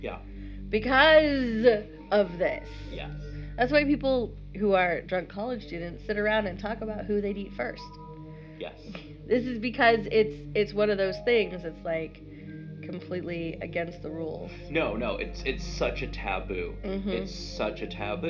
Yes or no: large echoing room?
no